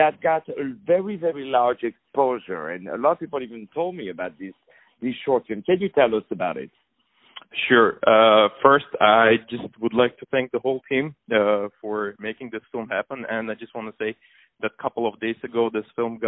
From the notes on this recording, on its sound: On the phone